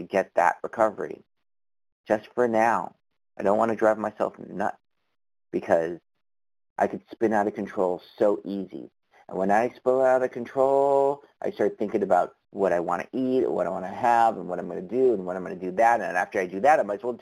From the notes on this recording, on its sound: from the 100 Pounders Phone Meeting